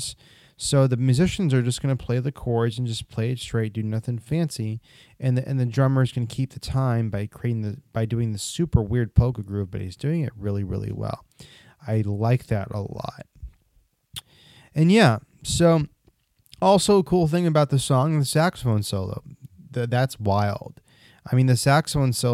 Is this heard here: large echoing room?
no